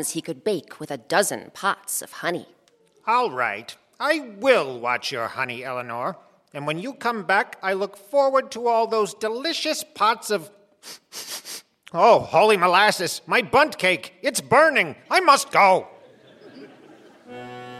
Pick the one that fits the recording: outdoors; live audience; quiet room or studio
live audience